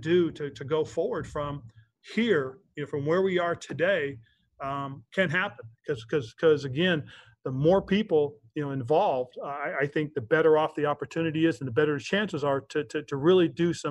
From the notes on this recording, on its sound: Here is the full audio from this morning's Zoom press call.